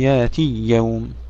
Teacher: أيضا كلمة يأتي عندما ندغم الياء في الياء التي بعدها أيضا نسكنها فتصبح حرف مد، يأتي يأتي يوم، أصلها يأتي يوم، عندما يدغمها تصبح يأتي يوم، سكننا الياء ثم مع ذلك أدغمناها في الحرف الذي بعدها مع أن قبلها كسرة